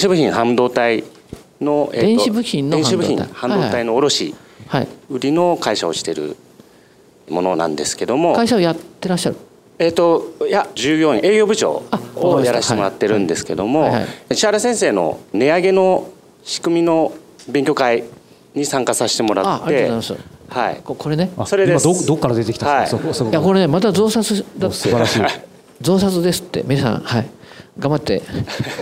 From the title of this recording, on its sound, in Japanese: 公開収録